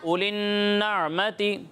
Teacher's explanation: نون مشدد میں غنہ کرنا ہے ٹھیک ہے اور غنہ کی مقدار ایک الف کے برابر ہے